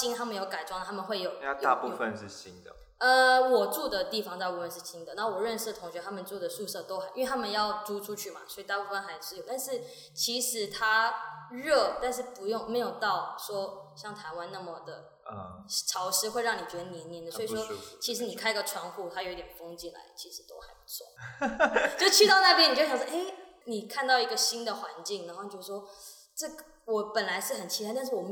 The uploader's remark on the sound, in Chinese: 本集收音不佳，有些回音，請見諒！